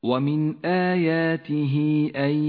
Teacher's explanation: والآن إلى مد الصلة الكبرى في قوله تعالى: ومن آياته أن يرسل الرياح. آياته أن، هاء الضمير قبلها حرف متحرك وبعدها الهمزة، مد الصلة الكبرى